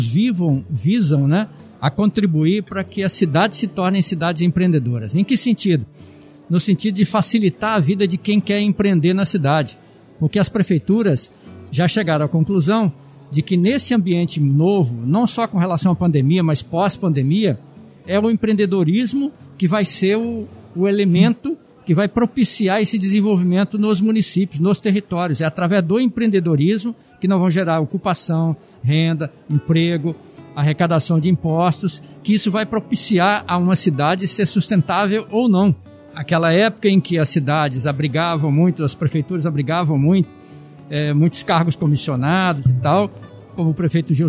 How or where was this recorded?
busy venue